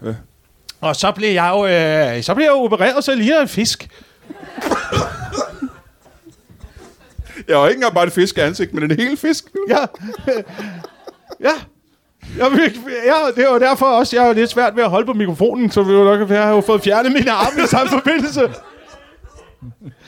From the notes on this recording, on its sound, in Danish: Optaget live på Citizen i hjertet af København foran et spillevende publikum.